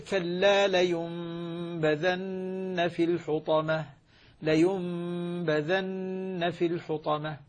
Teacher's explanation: قلب النون ميما وإخفاء هذه الميم عند حرف الباء لأنه يصير إخفاء شفوي